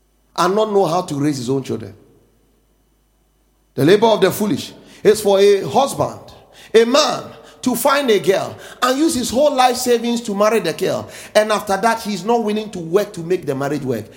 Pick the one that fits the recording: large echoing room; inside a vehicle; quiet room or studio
large echoing room